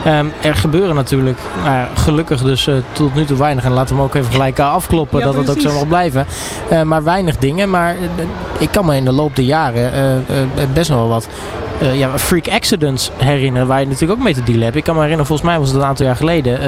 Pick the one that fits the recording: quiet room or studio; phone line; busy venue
busy venue